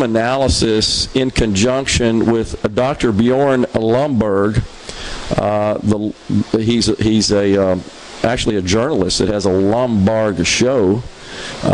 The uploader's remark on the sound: MidDays is LIVE from Gulfport High School